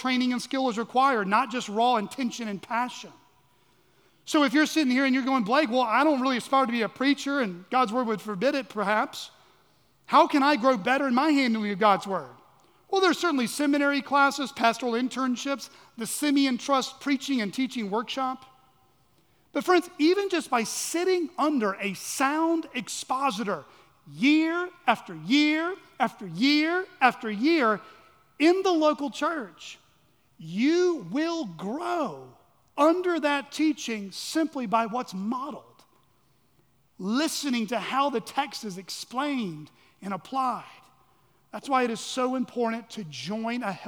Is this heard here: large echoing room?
yes